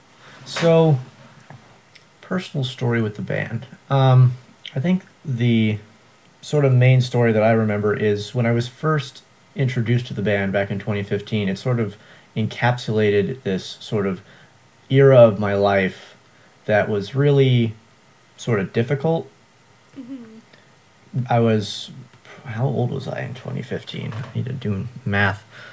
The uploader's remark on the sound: Despite some polarizing audio levels